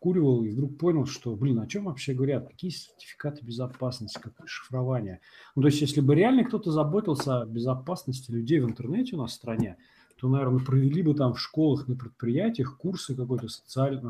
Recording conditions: poor sound quality